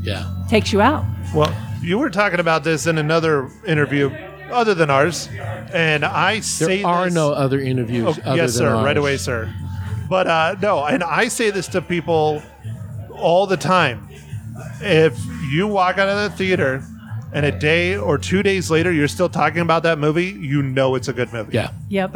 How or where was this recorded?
busy venue